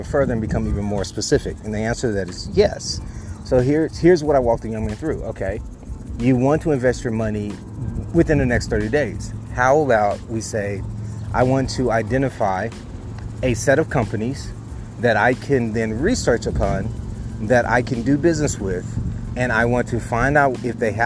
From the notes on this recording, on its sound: I recorded this while outside at a park so pardon the background noises.